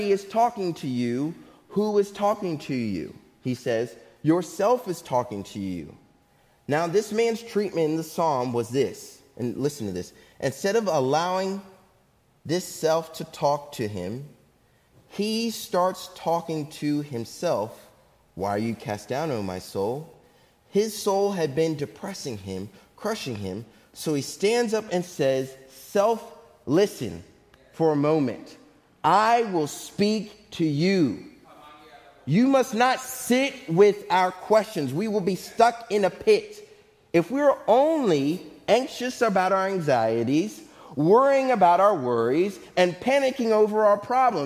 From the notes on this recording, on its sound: Faith Baptist Church in Hamilton, NJ.